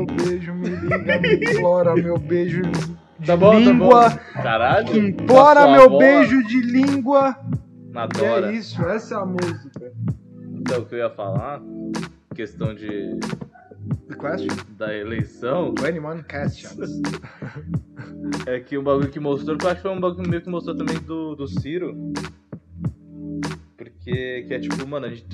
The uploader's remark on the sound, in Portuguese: O ÁUDIO FICOU UMA MERDA MAS ESCUTA MESMO ASSIM